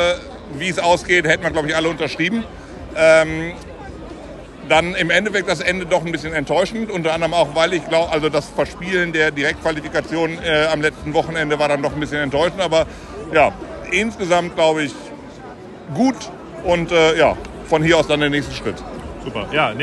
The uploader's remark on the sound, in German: war auf der Saisonabschlussfeier im Dome mit dem Aufnahmegerät unterwegs und hat ein paar Stimmen eingefangen.